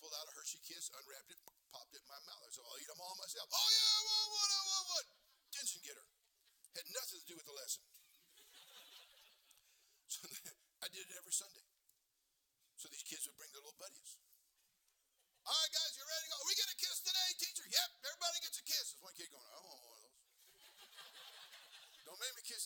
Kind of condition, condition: setting, large echoing room